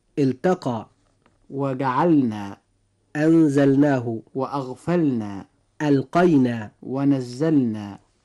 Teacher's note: جميع حروف اللام في هذه الأفعال يجب إظهارها إظهارا مطلقا · Term: الإظهار